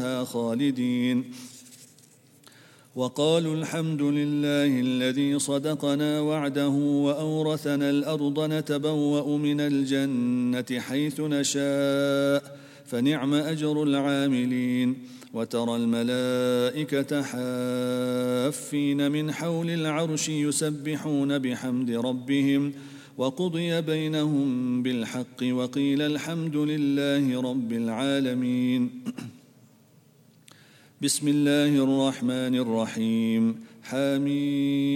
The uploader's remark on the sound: at the Houghton Masjid (West Street)